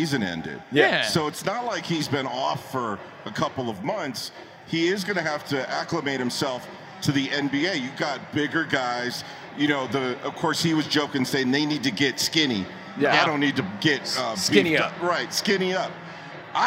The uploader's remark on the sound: NBA-Con Las Vegas. Are live at the tip-off of the NBA Summer League!